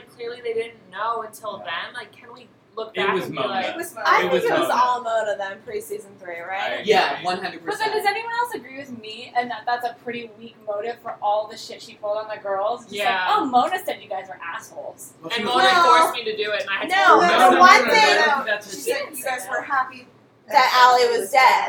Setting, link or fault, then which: fault, background noise